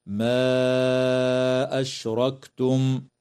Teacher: مد منفصل في قوله تعالى: ما أشركتم، يمد بمقدار 4 أو 5 حركات